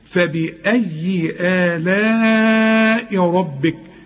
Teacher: طبعا الراء مفخمة، الباء في مرققة جدا لأنها مكسورة